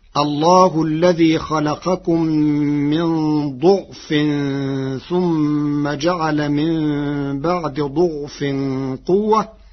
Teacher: قرأ ورش الكلمات الثلاثة بضم الضاد